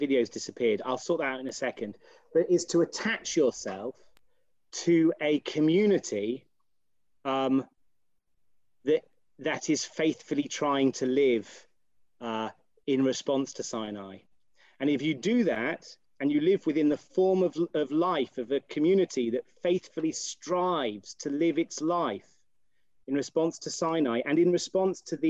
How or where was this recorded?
video call